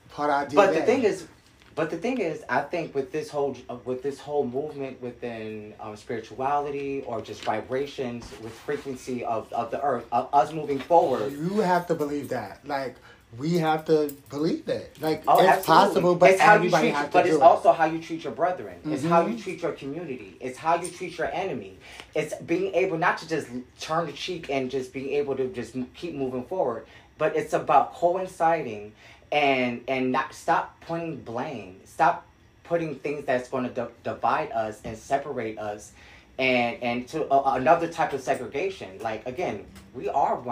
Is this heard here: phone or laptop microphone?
yes